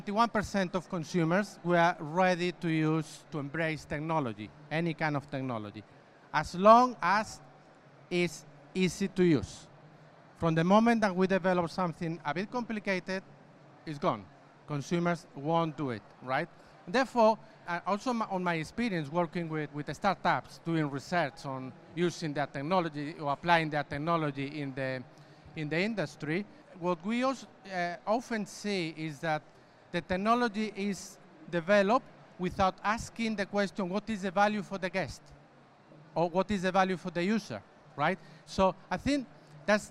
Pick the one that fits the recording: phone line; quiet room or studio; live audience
live audience